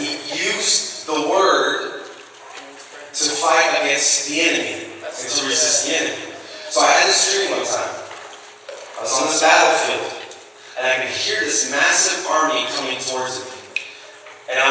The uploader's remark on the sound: Had an issue with the recording so sound quality is not as good. We felt the message was important enough to share even in reduced quality.